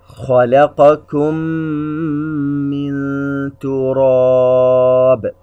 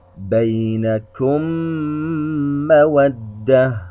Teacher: تدغم الميم الساكنة في مثلها فقط، أي إذا ما جاء بعد الميم الساكنة حرف الميم فإننا ندغم الميم الساكنة بالميم التي تليها مع مراعاة الغنة بمقدار 2 · ونلاحظ الشدة التي على الميم الثانية لأننا أدخلنا الأولى بالثانية فأصبحت الميم الأولى كالثانية مشددة · Term: الإدغام الشفوي، إدغام شفوي